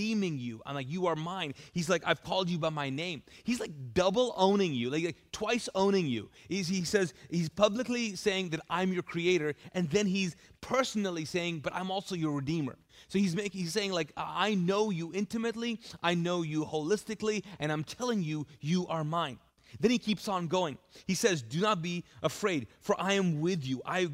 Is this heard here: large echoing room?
yes